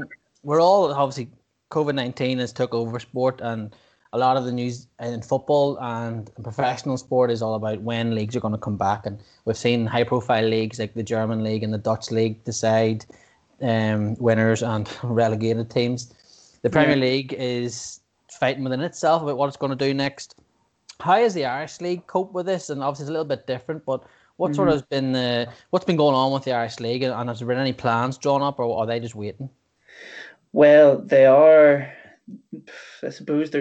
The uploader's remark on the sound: sat down (via Skype) to chat